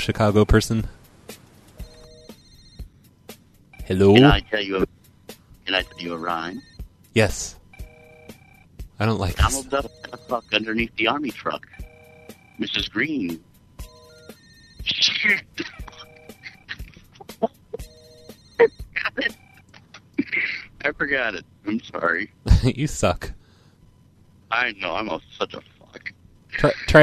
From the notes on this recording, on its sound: Prank Phone Calls Collection